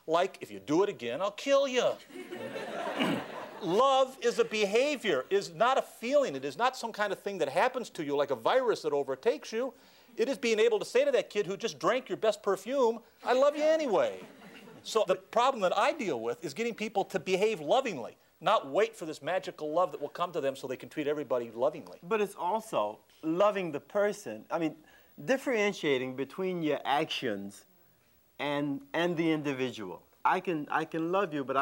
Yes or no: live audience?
yes